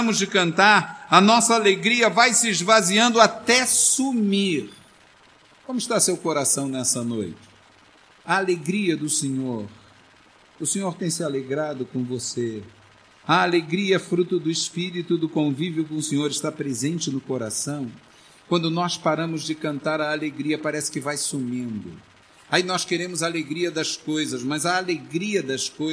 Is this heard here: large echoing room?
yes